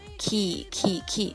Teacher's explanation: 这个 key 呢，也是我们这个送气音，对，送气音加上一个 e，那么就是 key key key 啊，然后呢就表示个子的意思。那么키가크다就是个子高的意思啊。这里要跟